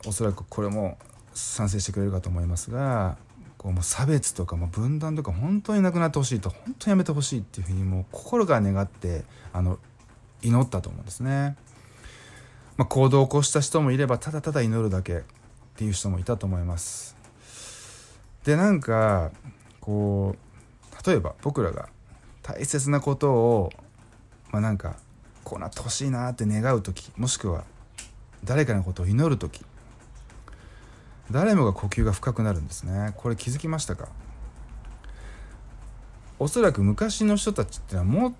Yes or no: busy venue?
no